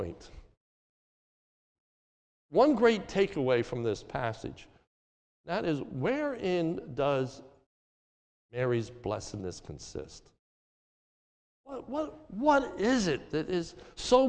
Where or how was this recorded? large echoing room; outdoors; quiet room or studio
large echoing room